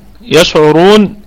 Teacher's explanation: فيها مد طبيعي وصلا ووقفا. يشعرون، الكلمة كلها مرققة ما عدا الراء مفخمة. يشعرون والشين نراعي فيها التفشي، التفشي والرخاوة، تمام، وكمان الهمس، هي من حروف الهمس.